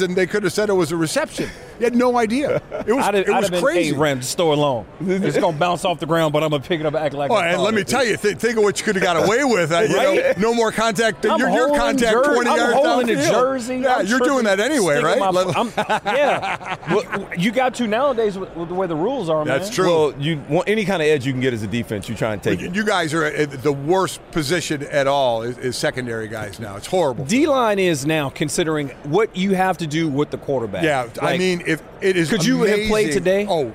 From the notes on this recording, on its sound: live from radio row for Super Bowl LVII